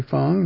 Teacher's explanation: Should be simply rising, not down and up.